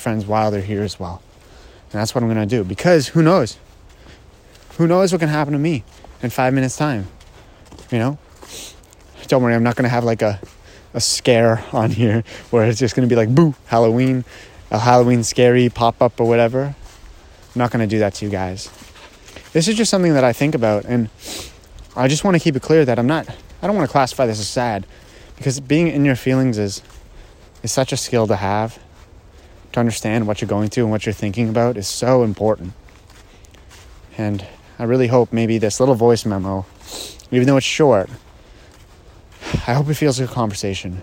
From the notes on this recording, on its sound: My Voice Memos. I actually do a lot of thinking when I come out here. I decided to record a voice memo about all the thoughts I had while out here.